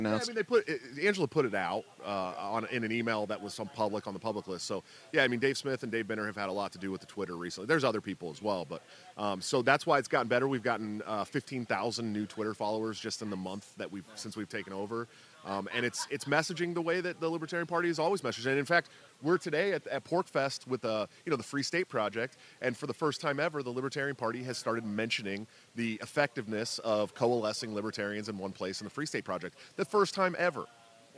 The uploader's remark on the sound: wanders around PorcFest 2022, shoving a microphone in people's faces to get their thoughts